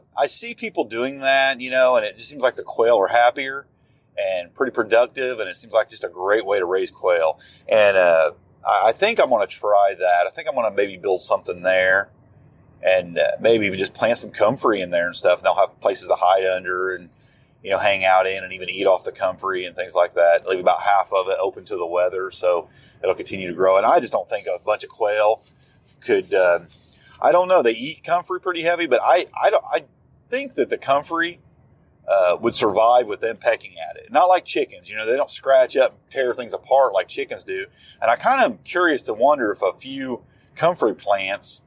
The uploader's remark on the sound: Just Chewin’ The Fat While Driving.